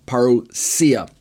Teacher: I choose parousia, putting the stress on the final syllable there, the SIA, parousia.